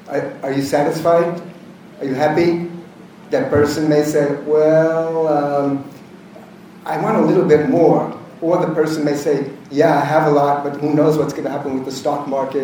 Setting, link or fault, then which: setting, large echoing room